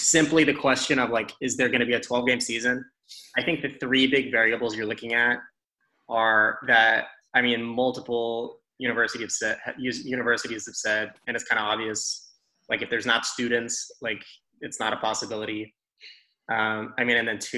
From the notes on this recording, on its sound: Texas Sports gets together over Zoom for an extended episode.